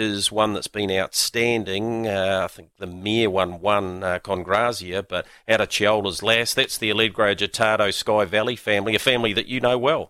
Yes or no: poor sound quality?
no